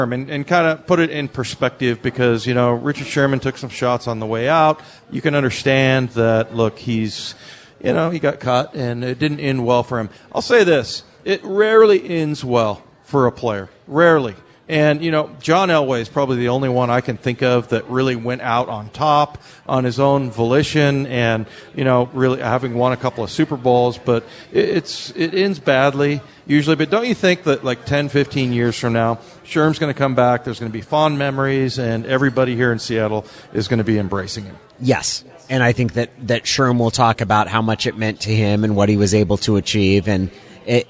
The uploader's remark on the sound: live at Pearl Bar and Dining